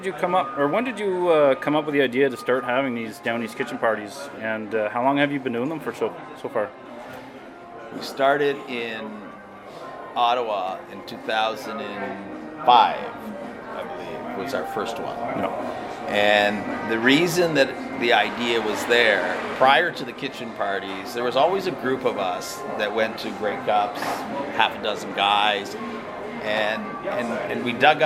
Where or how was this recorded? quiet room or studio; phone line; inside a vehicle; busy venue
busy venue